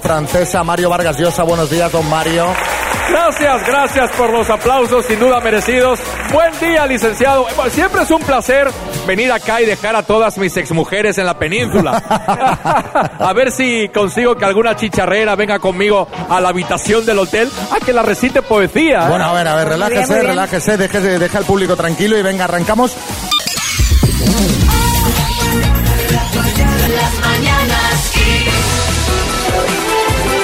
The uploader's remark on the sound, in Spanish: Las Mañanas KISS en directo desde SANTA CRUZ DE TENERIFE